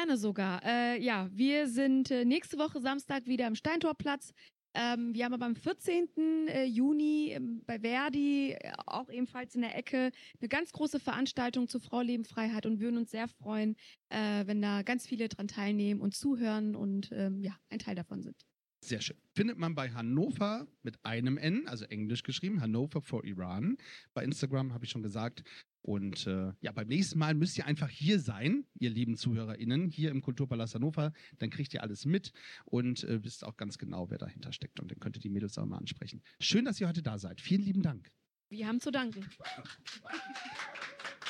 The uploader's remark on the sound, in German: Diese Folgen nehmen wir immer live, am letzten Mittwoch des Monats, im Kulturpalast Hannover auf. In der ersten Folge starten wir direkt mit der FLINTA NIGHT.